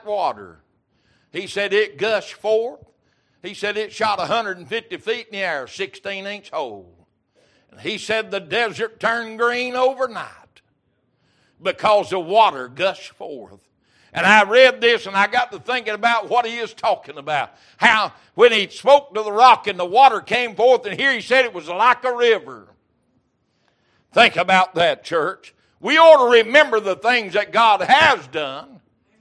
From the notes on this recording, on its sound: Recorded January 11, 2023 - Wednesday Evening Service